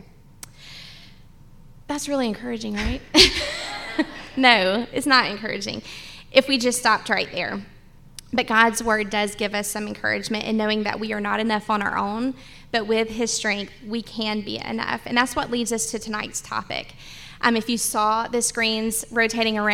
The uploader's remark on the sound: the live podcast we did at Talmo Baptist Church over the weekend